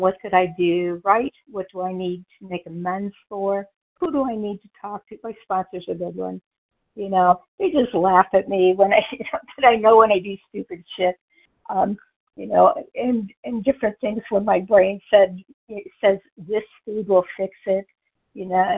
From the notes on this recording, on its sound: from the 100 Pounders Phone Meeting, 8/22/23.